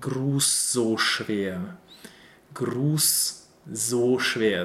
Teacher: That is why it keeps unvoiced. There's at the end of this unvoiced sound S sound, there's just a small color of the voiced S · Term: unvoiced S sound